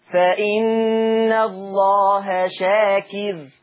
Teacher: طيب فإن الله شاكر، يبقى برضو مرققة، بس دي مرققة للكل تمام، لأن راء ساكنة مسبوقة بكسر، جميع القراء العشرة عندهم الراء مرققة